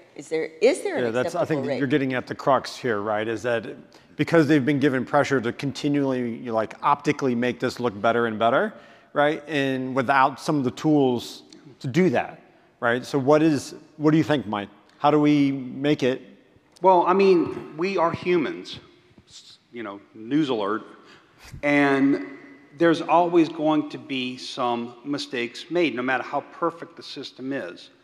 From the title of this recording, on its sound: Live from the 2023 ASHI Annual Meeting